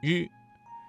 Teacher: 但是在发声之前先要堵塞气流，然后突然放开，形成爆破音。在这一过程当中要注意区分吃和呲的发音，前者是翘舌音，后者是平舌音，发音时要有明显的爆破感。再来看诗，诗的发音位置舌尖抵住或接近硬腭后部，发音的要点是舌尖翘起，靠近硬腭后部，形成狭窄通道，气流通过时不形成完全的阻塞。在这个过程当中要注意和嘶这一平舌音区分开，保持舌尖的翘起状态，确保摩擦声的清晰。再来看日，日的发音位置是舌尖稍微卷起，靠近硬腭前部，发音要点是舌尖卷起，接近硬腭前部，但不完全阻塞气流，形成一种轻微的颤音。在练习这些翘舌音的时候，最重要的就是要掌握舌头的正确位置和形成狭窄通道的能力，以确保声音的准确和清晰。可以通过镜子来观察舌头的位置和形状，反复练习，直到能够自然而然地发出准确的声音。此外，听力辨识也是非常重要的。